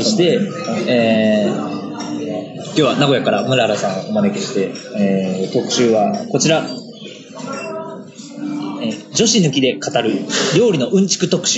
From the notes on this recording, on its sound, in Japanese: 昼からひたすらビールを飲み続けた屋外録音のため、頑張りましたが音質が悪くなっております。